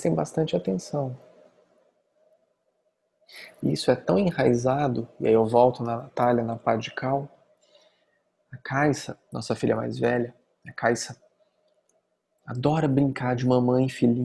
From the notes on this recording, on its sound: Online via Zoom